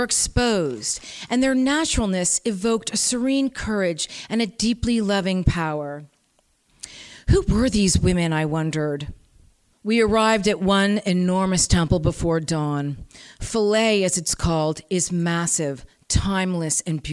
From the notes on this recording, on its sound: During the celebration of the 4th Annual Winter Festival at Gateway City Arts. Recorded at Gateway City Arts, on February 2, 2019.